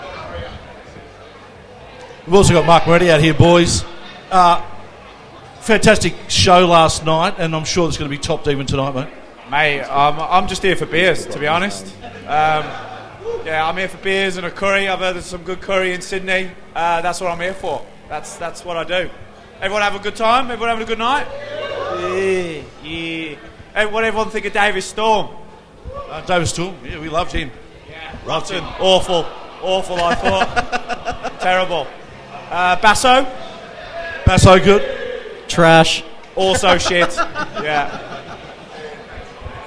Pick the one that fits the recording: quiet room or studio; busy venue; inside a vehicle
busy venue